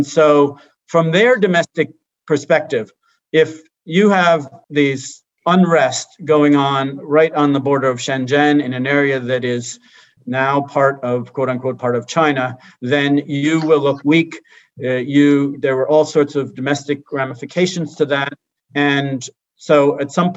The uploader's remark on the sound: RECORDED: Monday, March 22, 2021 via video conference